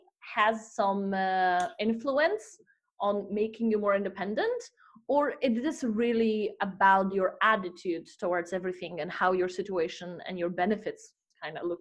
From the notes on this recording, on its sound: This interview was happening via online video conference so quality might be worst that last one due to my limited skills with audio editing.